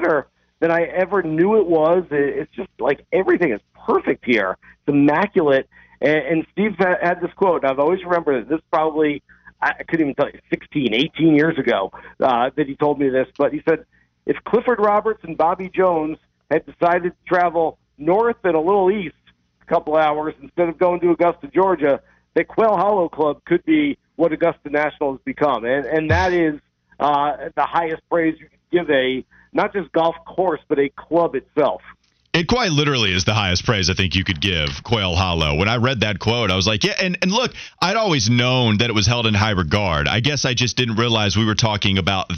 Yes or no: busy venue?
no